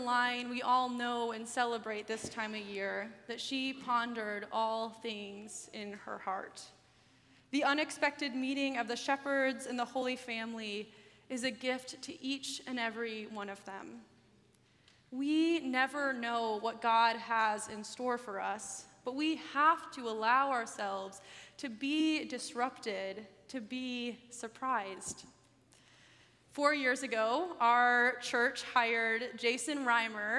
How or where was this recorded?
large echoing room